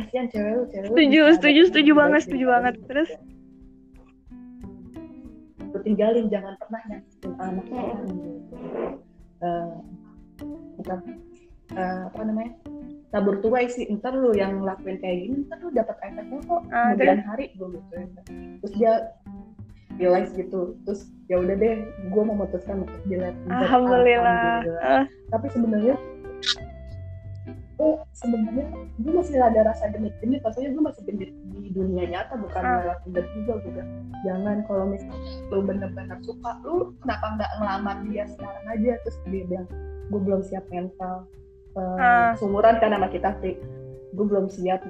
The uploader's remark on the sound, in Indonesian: Sorry, kualitas suara kurang bagus.